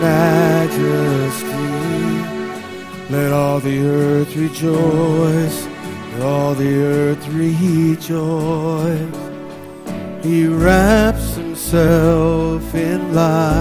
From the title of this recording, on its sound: Mt. Zion Church Live!